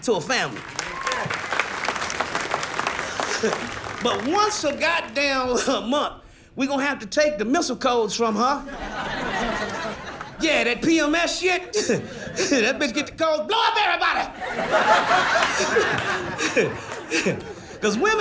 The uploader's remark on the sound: takes the TV viewing audience inside The Sayers Club at the historic & iconic Sahara Hotel and Casino in Las Vegas